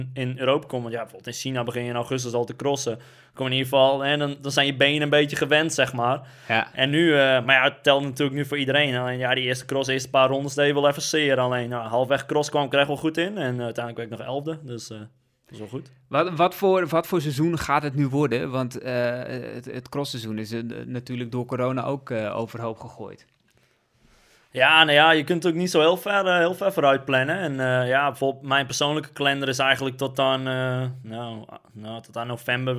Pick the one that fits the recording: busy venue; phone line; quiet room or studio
quiet room or studio